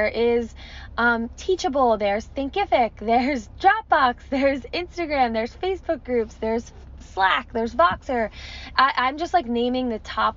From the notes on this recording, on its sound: I recorded it from my car in front of a coffee shop this morning